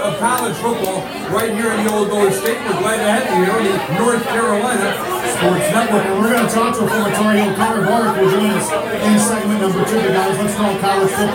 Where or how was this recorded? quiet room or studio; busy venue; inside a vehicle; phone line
busy venue